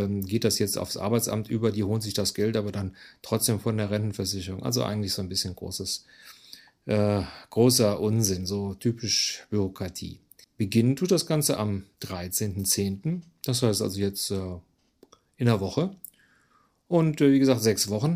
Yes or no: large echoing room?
no